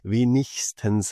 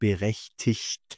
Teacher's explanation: Wenn IG und ein Konsonant folgt, dann machen wir das in diesem Ich. Die Ich-Form.